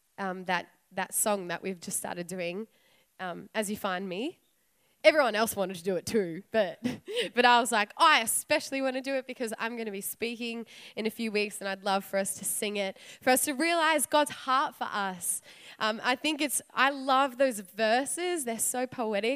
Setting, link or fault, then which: setting, live audience